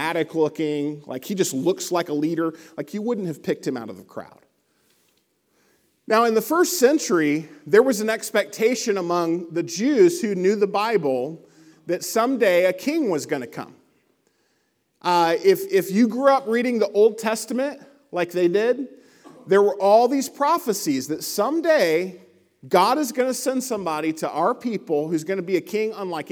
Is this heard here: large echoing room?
yes